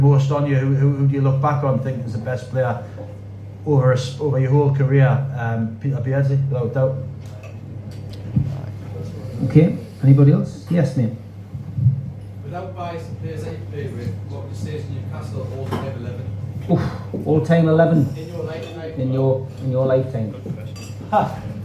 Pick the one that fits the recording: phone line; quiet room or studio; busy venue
busy venue